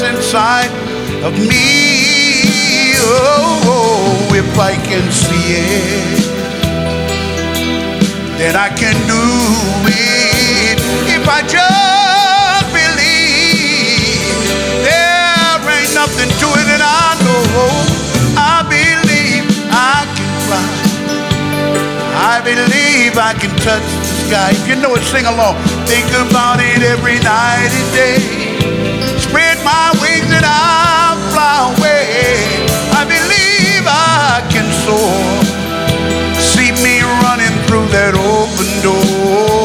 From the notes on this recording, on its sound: Live at the SouthPoint Casino